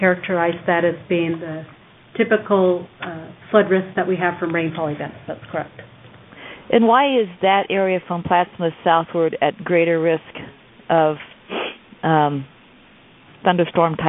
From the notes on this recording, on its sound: Twice monthly conference calls